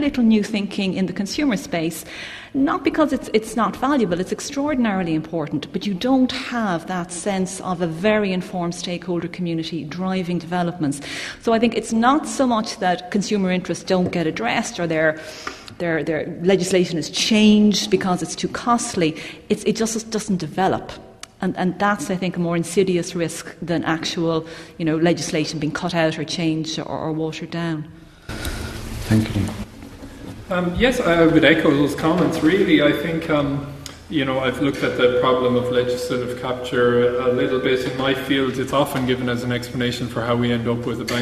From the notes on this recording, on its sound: At this event, four of our experts will share and discuss their work with the audience.